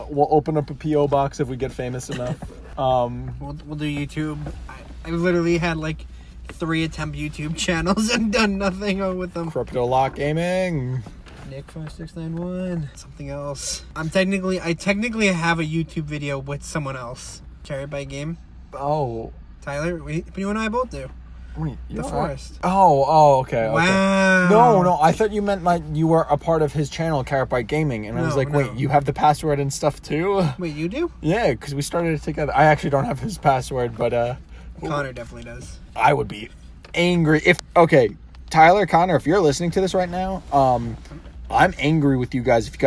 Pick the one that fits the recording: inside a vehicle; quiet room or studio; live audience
inside a vehicle